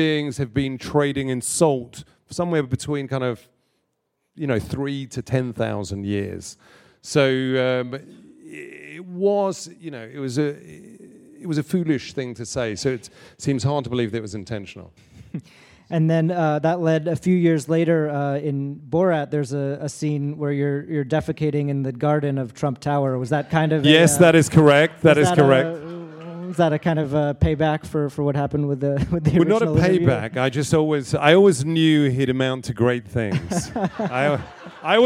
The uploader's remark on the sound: This episode was recorded in front live audience as part of the SAG Conversations series at the SAG-Aftra Foundation in Los Angeles.